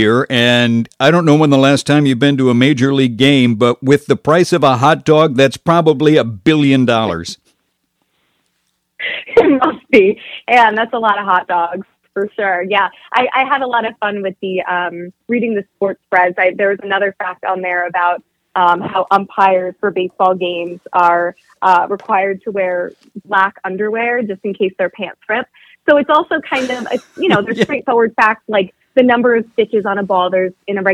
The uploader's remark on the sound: Called in for a fun chat.